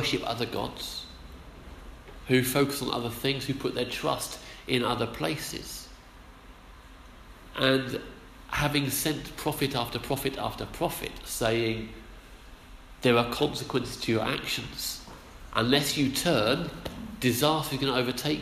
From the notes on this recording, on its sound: Our sermon from the 9am service.